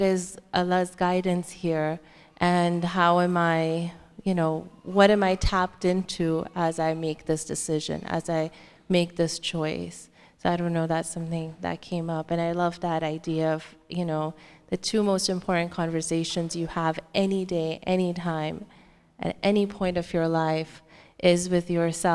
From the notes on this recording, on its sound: answer questions from the congregation